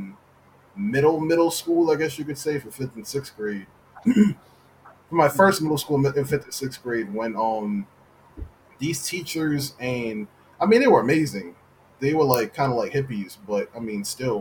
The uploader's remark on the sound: We do aoologize for the audio quality, it seems we had an issue with wifi. Still getting adjusted to quarantine podcasting.